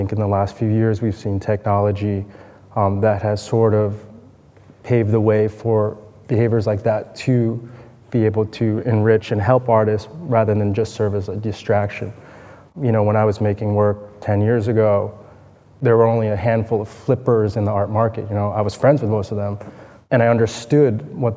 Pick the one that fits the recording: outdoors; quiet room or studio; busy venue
busy venue